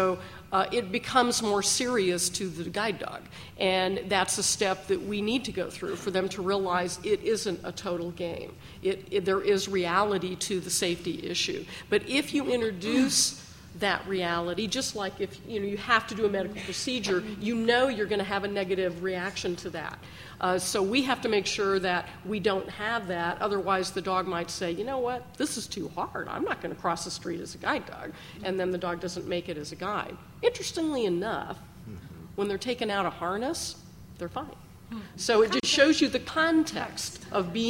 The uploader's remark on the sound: an excerpt from ClickerExpo 2011 in Lexington, Kentucky